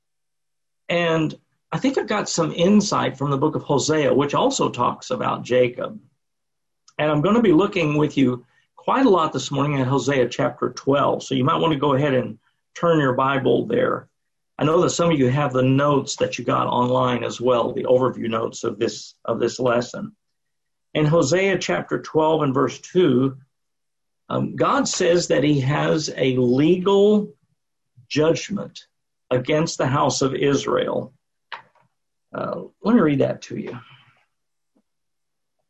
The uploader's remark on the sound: Sunday morning service via Zoom